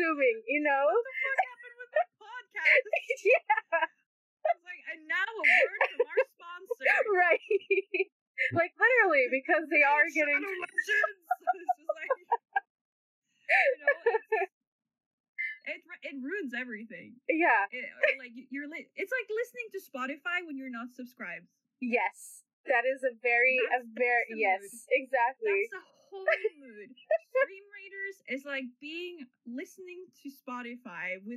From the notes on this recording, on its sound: Mic should get better for Episode 3. Apologies for the occasional knocks, roofers decided to show up without prior knowledge on a Sunday.